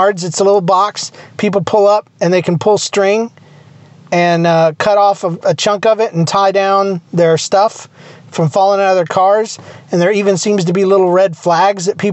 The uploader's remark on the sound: Just me sitting in my truck waiting on my glasses to get fixed.